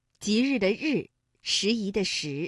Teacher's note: 日呢，是属于翘舌音的哈，也就是舌尖向上翘